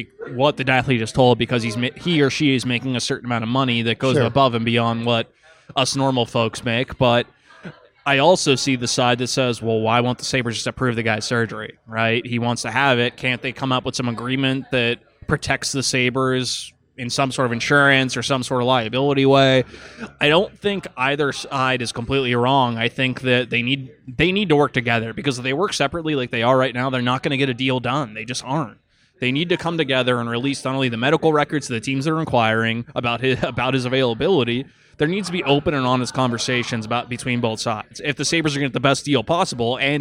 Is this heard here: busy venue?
yes